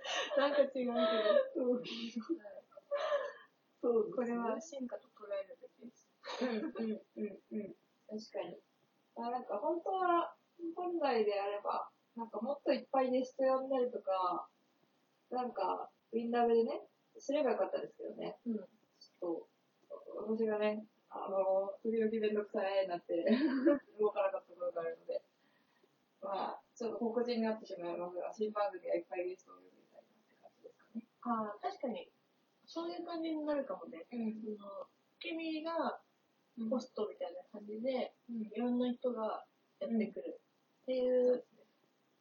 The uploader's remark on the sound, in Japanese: 対面収録なのになーんでこんな音声悪いかねww。音量無理やり上げたのでまた雑音すごいです泣。